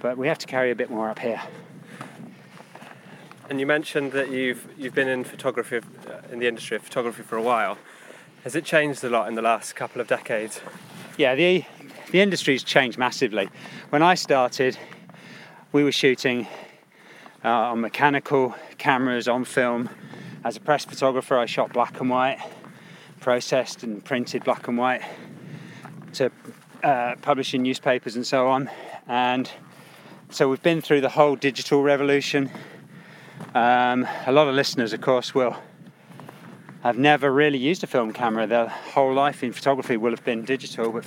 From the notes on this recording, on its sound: High on a Lake District peak